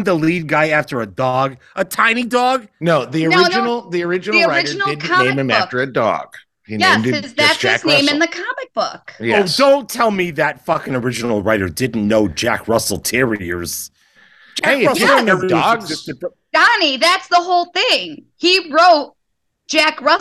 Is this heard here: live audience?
no